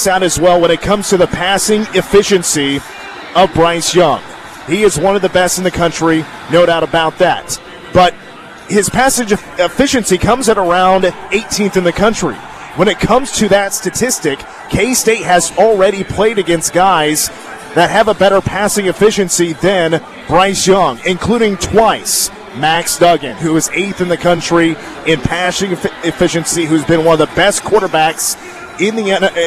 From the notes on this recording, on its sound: press conference